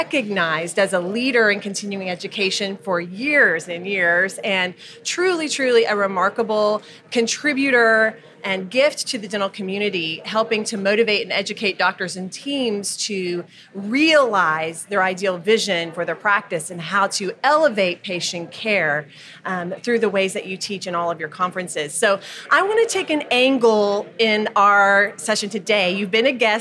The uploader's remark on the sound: We are thrilled to be recording this episode of the Jameson Files live at the American Dental Association’s SmileCon 2022 meeting in Houston, Texas.